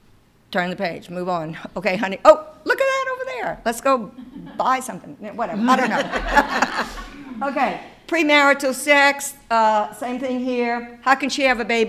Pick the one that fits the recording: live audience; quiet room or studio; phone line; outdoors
live audience